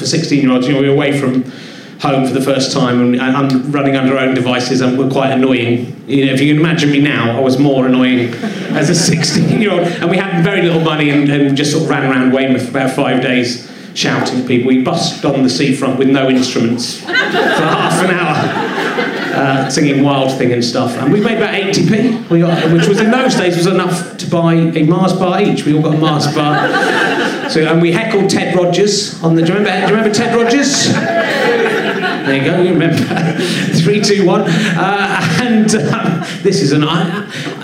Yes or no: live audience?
yes